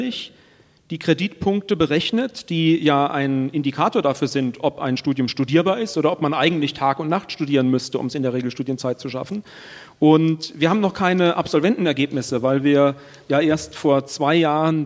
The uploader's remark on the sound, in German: Live aus der Musikhochschule Nürnberg. Live aus dem Kammermusiksaal in Nürnbergs Veilhofstraße. Live-Musik bieten Preisträger-Ensembles der Nürnberger Musikhochschule.